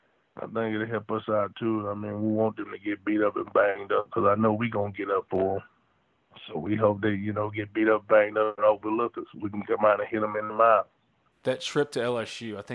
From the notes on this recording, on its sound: On the Modern Woodmen phone line.